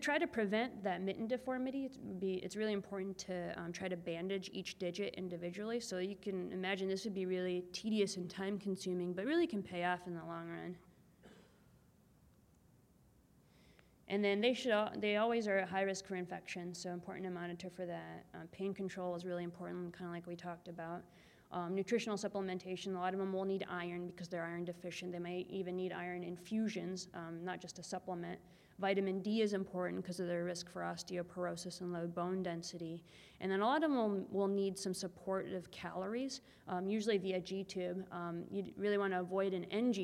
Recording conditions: busy venue